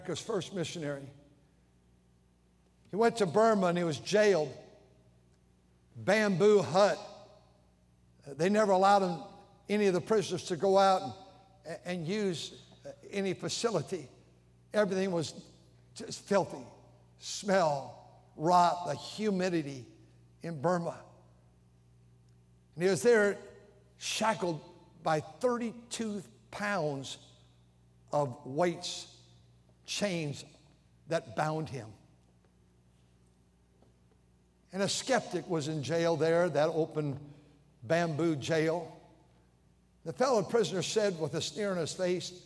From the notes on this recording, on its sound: during the Sunday Evening service on September 17, 2023, at North Valley Baptist Church in Santa Clara, California